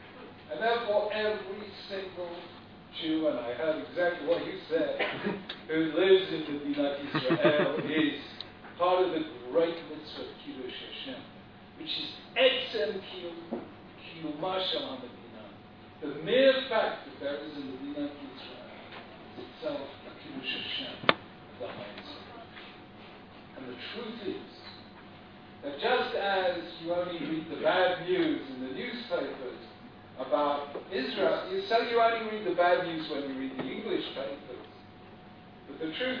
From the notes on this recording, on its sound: Here is a recording of a shiur delivered. At the Bet Knesset Feigenson in Beit Shemesh, Israel.